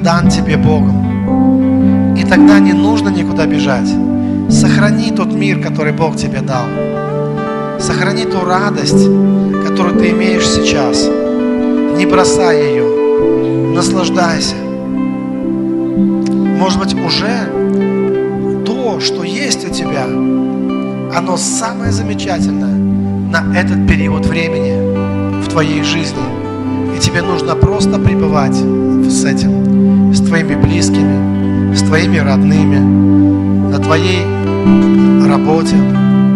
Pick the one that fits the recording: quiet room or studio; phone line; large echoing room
large echoing room